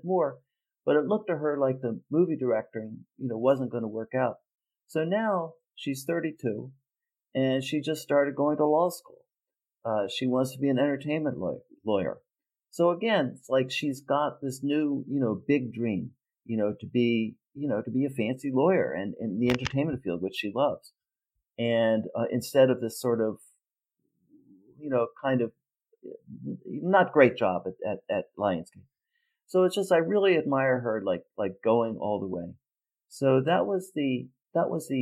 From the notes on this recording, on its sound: The audio file became distorted and was somehow saved during this episode's editing phase.